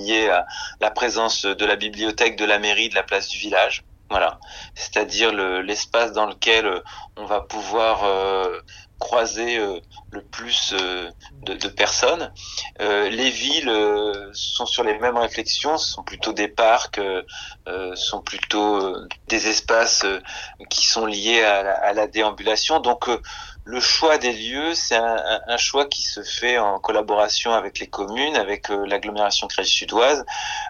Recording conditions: phone line